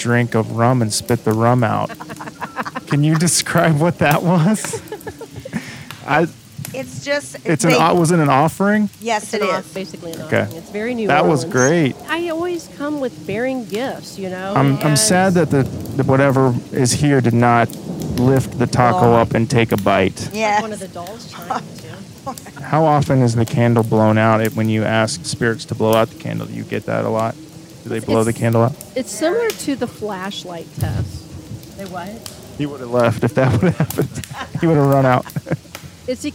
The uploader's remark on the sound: We recorded the show overnight at the DOS REALES Mexican Restaurant in Shawnee which its employees claim to be haunted!